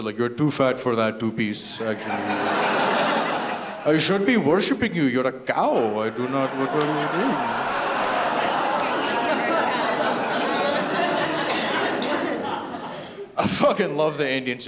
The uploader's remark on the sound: Angels Live In My Town comedy event “One Night Only 2” was recorded on June 24th 2023 at The Sanctuary Centre for the Arts in beautiful downtown Ridgeway/Crystal Beach.